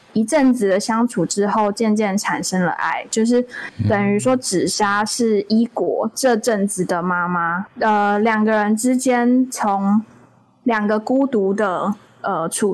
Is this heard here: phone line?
no